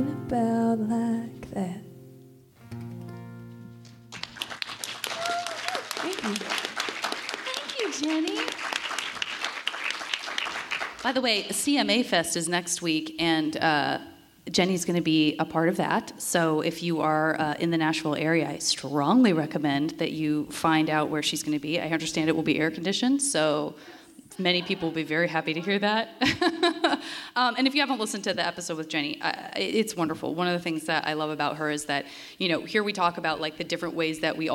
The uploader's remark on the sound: This week's episode was recorded in front of a live audience at POD X in Nashville, Tennessee. Live musical performances.